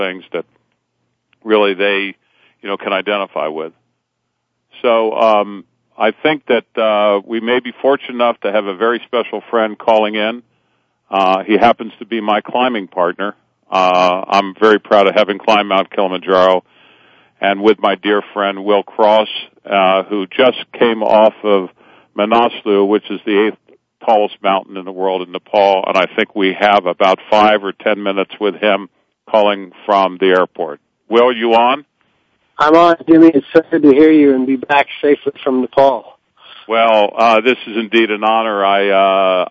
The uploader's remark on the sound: Takes questions from his listeners that call. This will be a guest-free episode. As always, there will be a few surprise callers.